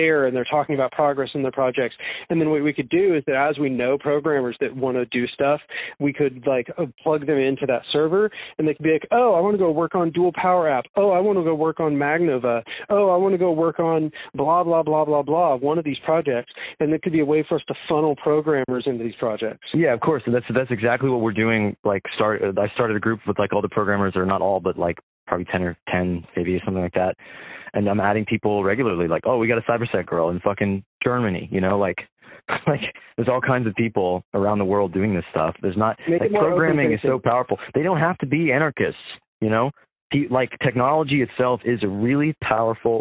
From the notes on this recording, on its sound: an impromptu call